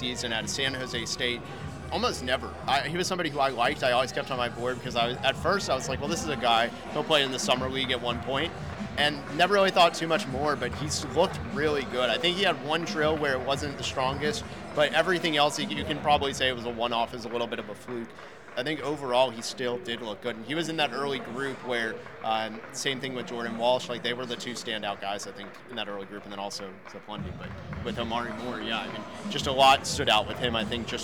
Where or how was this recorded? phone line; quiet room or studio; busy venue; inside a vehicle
busy venue